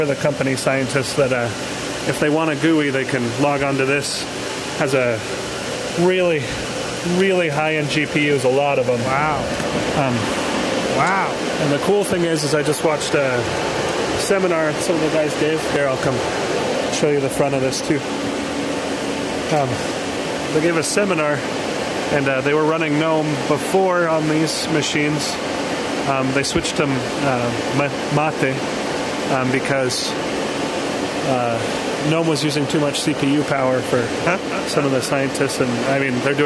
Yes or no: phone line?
no